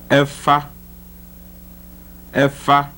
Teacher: the voiceless labiodental fricative